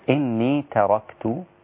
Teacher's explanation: التاء لا تأخذ تفخيم الراء. التاء رقيقة والراء مفخمة.